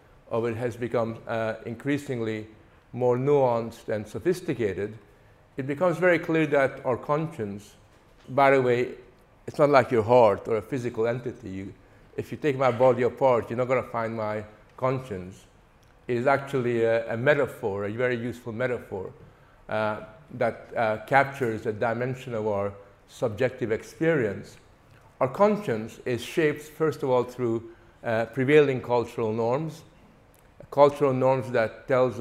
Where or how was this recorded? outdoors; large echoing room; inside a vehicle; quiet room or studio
large echoing room